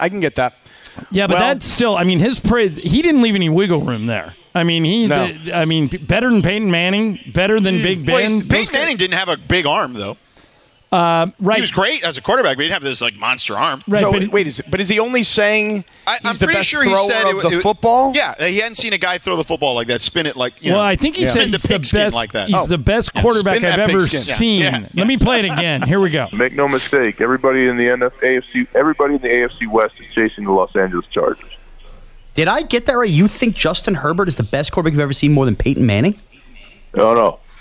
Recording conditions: busy venue